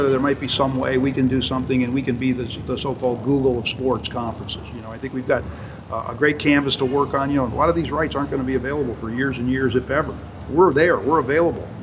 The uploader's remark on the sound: In Mohegan Sun Arena at the American Athletic Conference Championships. Just ahead of the Championship Game.